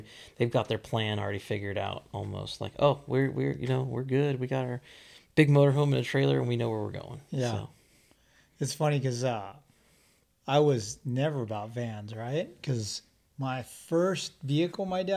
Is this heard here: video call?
no